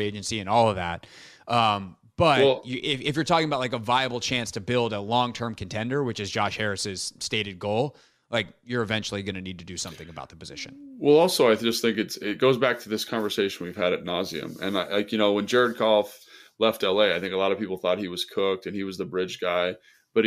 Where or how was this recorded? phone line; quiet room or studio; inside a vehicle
quiet room or studio